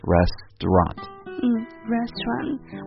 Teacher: this is one word that has three syllables, but because of the middle syllable is not important, it just kind of disappears. So it's not restaurant, it's just restaurant.